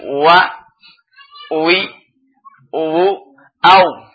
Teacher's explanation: Ma baina syafatain al-ulya wa sufla, antara dua bibir atas dan bawah.